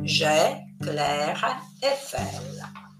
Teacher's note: AI e I si pronunciano come se fosse una E, una E aperta